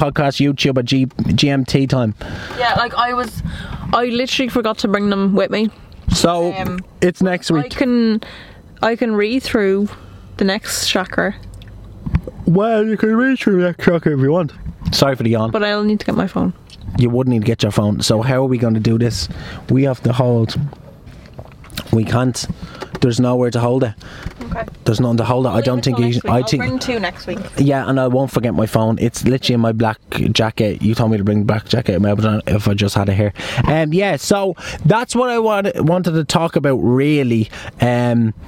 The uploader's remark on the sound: When two hyped up adults are sitting in a car outside Starbucks